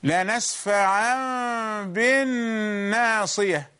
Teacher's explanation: we have changed the نون سكون to ميم، but not distinct ميم، but it is hidden ميم in a state of indistinction. · Term: conversion